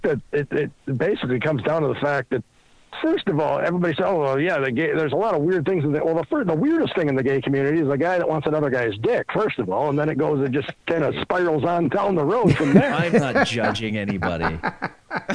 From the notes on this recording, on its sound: Phone calls.